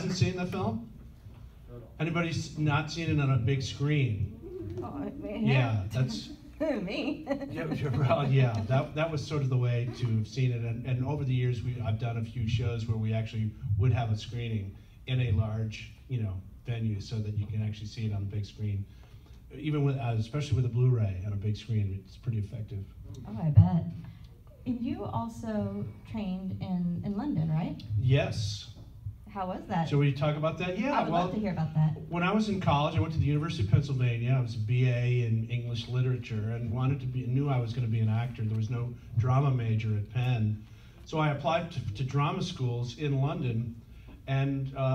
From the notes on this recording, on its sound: Panel interview. Recorded at Days of the Dead Chicago on April 9, 2021.